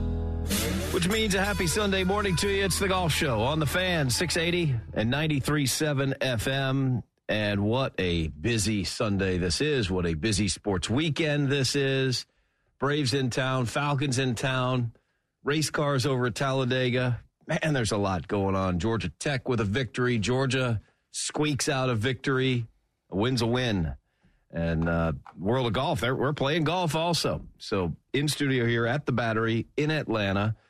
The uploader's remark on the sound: In the studio. Join us on the phone.